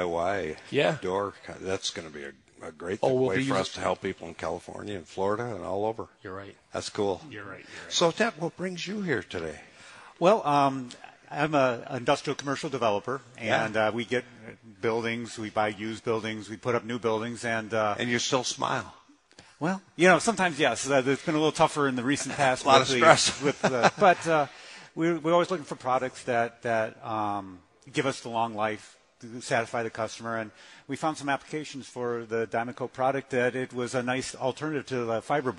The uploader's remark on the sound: Live from Taylor Doors in Sterling Heights